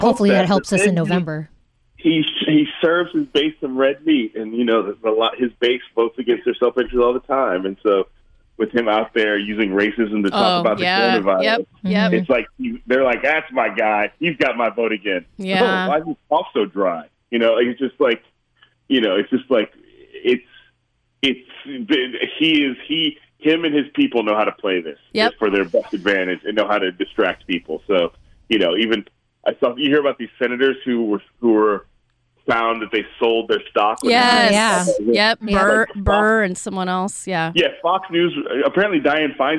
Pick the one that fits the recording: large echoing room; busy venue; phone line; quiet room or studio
phone line